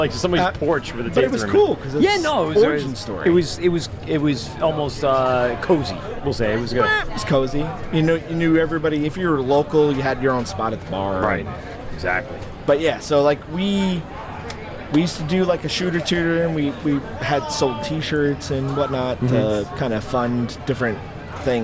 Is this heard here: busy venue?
yes